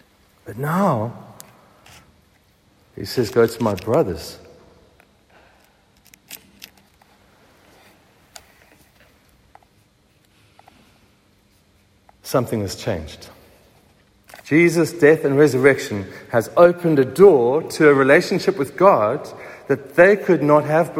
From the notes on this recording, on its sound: Recorded at the 7am service on Easter Morning, Sunday 9th April 2023